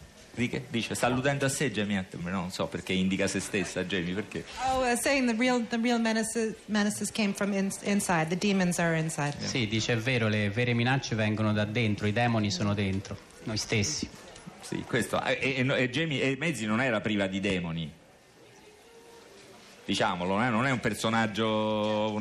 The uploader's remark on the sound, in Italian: Fahrenheit al Festivaletteratura di Mantova